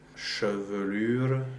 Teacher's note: And again, in every language, we call those unstressed E's a schwa, but they always have a different sound. Well, in French, schwa is always OE. So it's a regular open mixed vowel.